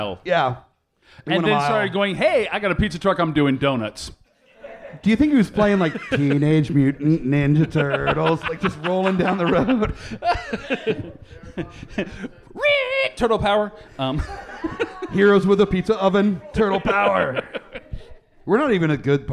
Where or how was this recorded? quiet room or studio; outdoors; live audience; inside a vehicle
live audience